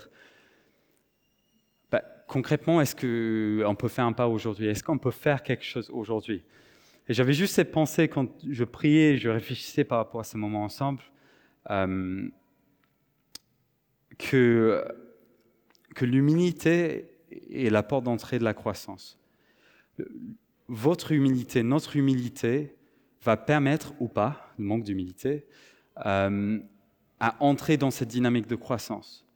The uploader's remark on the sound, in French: Enregistré à l'église CVV, le 24/09/2023